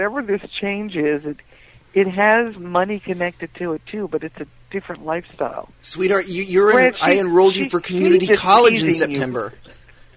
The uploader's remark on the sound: RBCP's Personal Prank Phone Calls Collection